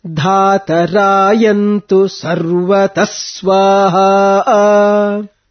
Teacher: dhatarayantu, tu is not carrying downward intonation. So it becomes dhatarayantu sarvata swaha.